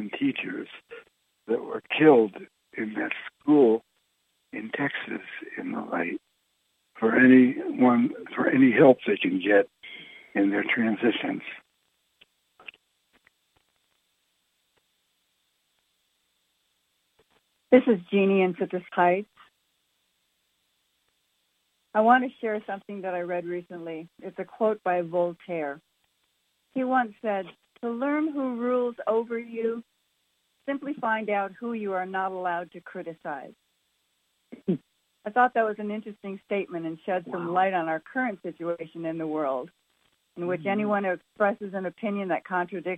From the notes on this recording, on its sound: Conference Call LIVE